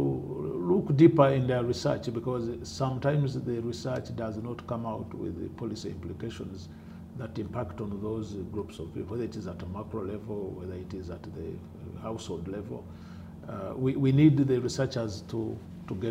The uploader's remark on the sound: At the 2014 PopPov Conference in Nairobi, Kenya